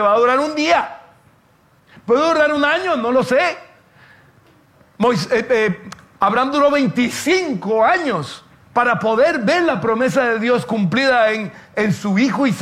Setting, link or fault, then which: setting, large echoing room